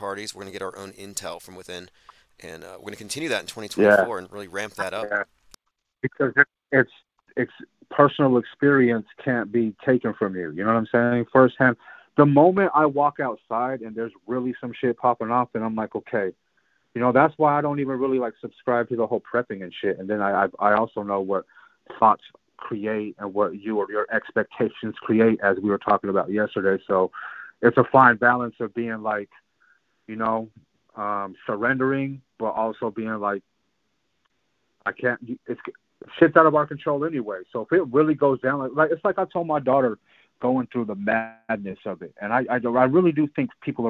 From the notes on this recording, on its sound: Open Phone For Open minds